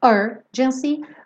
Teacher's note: Urgency tem a sílaba tônica no começo.